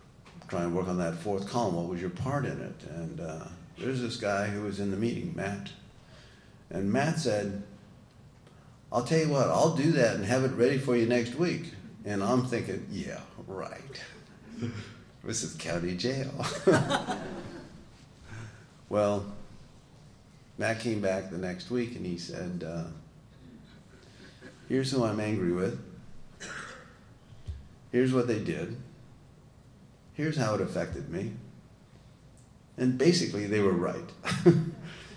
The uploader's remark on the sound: tells his story at We Are Not Saints Conference in Skokie IL on January 15, 2017